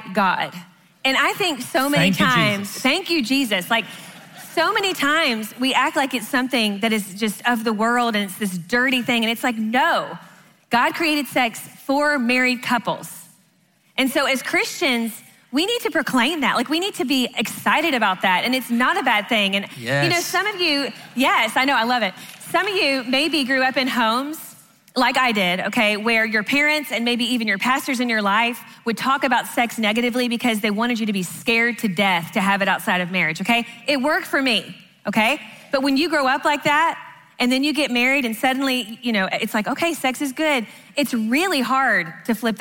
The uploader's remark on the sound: Answer questions live at the XO Conference 2019.